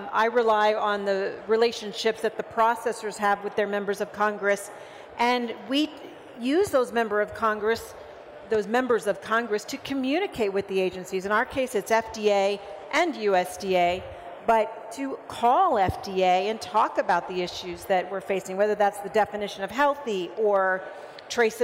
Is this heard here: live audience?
yes